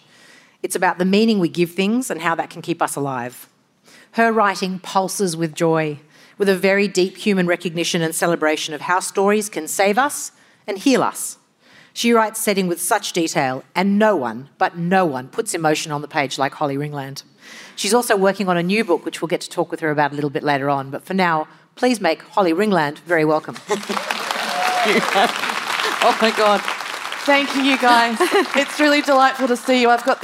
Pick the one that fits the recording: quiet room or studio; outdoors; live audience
live audience